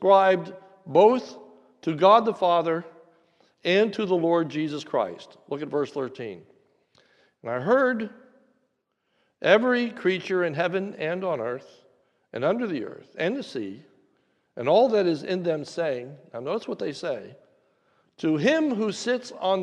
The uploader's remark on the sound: This is a sermon recorded at the Lebanon Bible Fellowship Church in Lebanon, PA during the New Year’s Eve service.